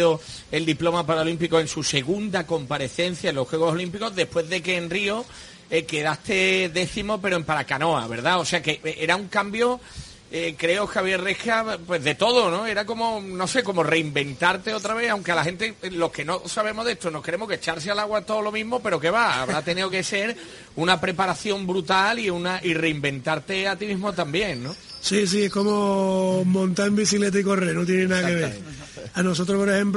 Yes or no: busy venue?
yes